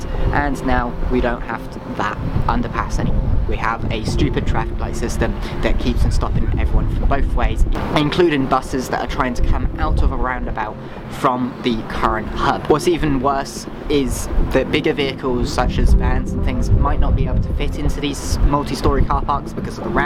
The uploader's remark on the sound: Sorry that there is a lot of wind noise, I tried fixing it but I couldn't really do much unless I recorded the whole thing.